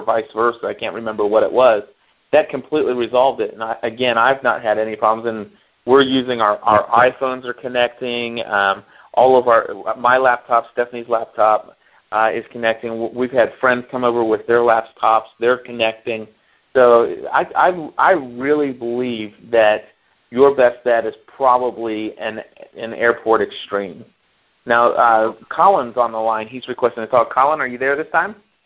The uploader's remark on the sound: Due to some technical difficulties with our phone company, the studio was without phone service during the recording of this week's Help iGot A Mac show. For this reason, we used the telephone to call in the content for the show.